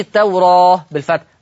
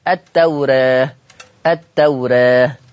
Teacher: يبقى ما قولش التوراة بالفتح، التوراة، التوراة، هكذا. يبقى لفظ التوراة مقلل قولا واحدا · Shown in: second take